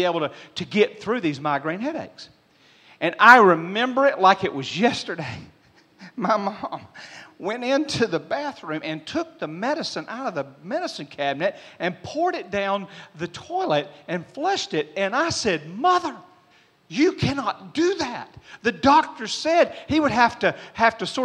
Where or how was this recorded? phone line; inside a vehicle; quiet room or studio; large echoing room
large echoing room